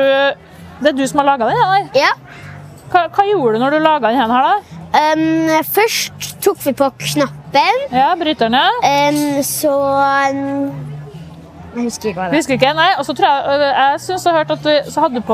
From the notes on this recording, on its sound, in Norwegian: Hun er på Skaperfest sammen med mammaen sin. Trondheim Tech Ports InnovasjonsPodcast ble spilt inn under årets Trondheim Skaperfest , midt på torvet i teknologihovedstaden Trondheim. Podcasten er gjort mulig i samarbeid med Nomono , som lånte oss sitt bærbare podcast-studio, fylt med splitter ny lydteknologi fra SINTEF .